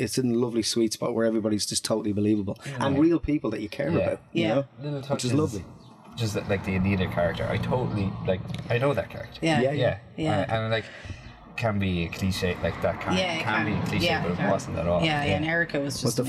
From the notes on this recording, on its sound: Which we recorded live from our lovely campervan provided by Rambling Rover.ie at the Fastnet Film Festival in West Cork in 2023!